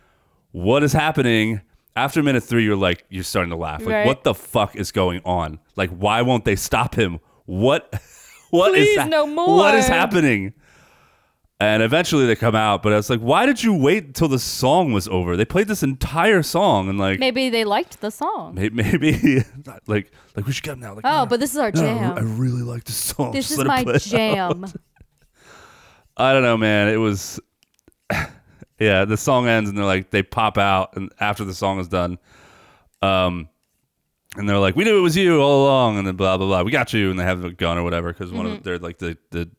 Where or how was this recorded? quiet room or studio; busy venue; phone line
quiet room or studio